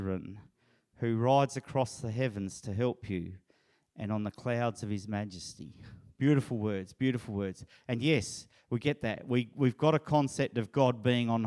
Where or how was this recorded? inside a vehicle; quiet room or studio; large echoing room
large echoing room